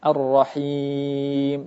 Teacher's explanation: Ya mati sebelumnya hi, huruf yang berharakat kasrah. Ketika dia bertemu dengan huruf yang disukunkan karena sebab waqaf, ya maka menjadi mat arid lis sukun yang panjangnya 2, 4, atau 6, dan tidak boleh lebih.